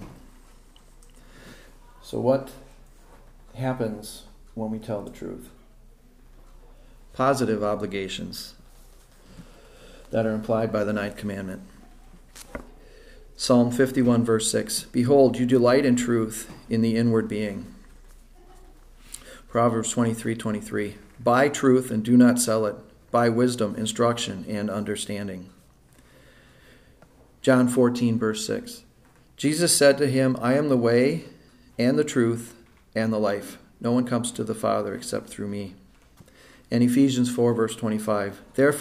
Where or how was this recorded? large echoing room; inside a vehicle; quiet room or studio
large echoing room